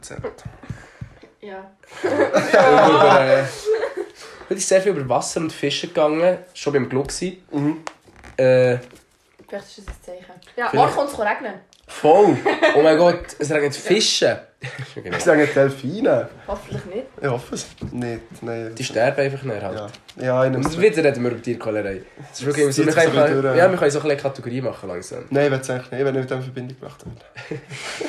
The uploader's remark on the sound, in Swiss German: Audioqualität hüt nid bsundrigs der Hit, wüu i der kack adapter ha verlore und i d Mikrophon nüm cha ihstecke